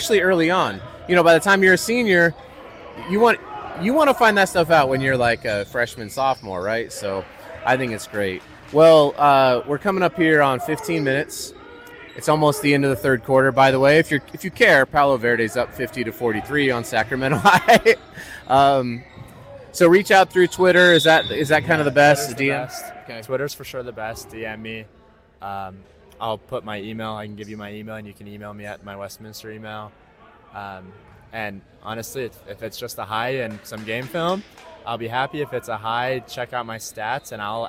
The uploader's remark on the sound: LIVE from the Tarkanian Classic in Las Vegas